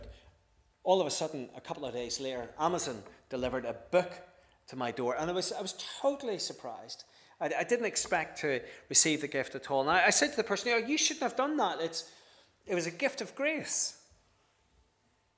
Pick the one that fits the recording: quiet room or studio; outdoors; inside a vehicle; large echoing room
large echoing room